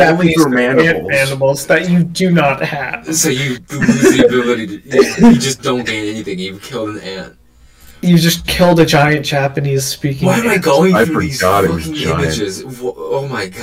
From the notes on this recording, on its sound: Our first episode where the audio is shit and the conversations are even shittier. Forgot to turn off audio playback, which explains why everything sounds like its from Transformers 2.